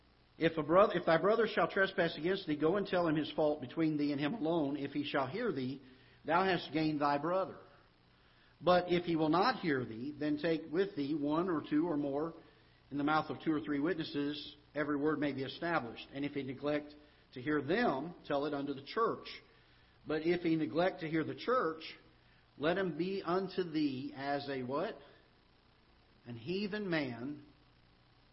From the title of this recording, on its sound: Ketha Heights Baptist Church ~ Live Broadcast